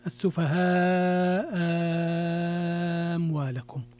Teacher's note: هذا يتفقان عليه، لأن الميم الآن أبدلوا الهمزة الثانية ألفا · Term: الإبدال